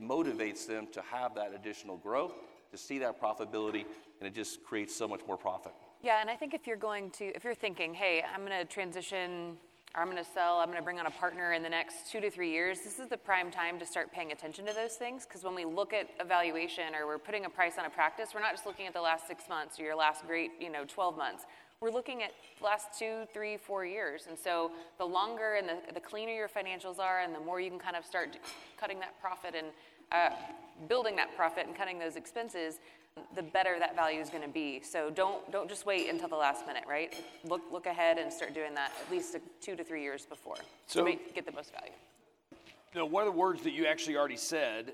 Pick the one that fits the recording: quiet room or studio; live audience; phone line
live audience